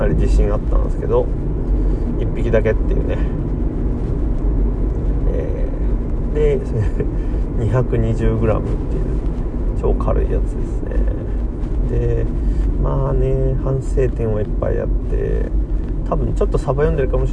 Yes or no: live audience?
no